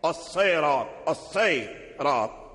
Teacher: أولا لمجاورته الراء وهو مفخم، ثانيا مجاورته الطاء، الصراط، وهو حرف في غاية التفخيم، أي تفخيمه قوي، فانقلبت السين من الصراط إلى صاد لأجل لمجاورتها الطاء والراء حتى يمشي اللسان على نسق واحد، يمشي يفخم الصاد ثم يمر على الراء فيفخمه · Term: انقلبت صادا